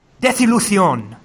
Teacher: you may have noticed my use of the coronal fricative, or coronal fricative, which is sometimes known as the Spanish lisp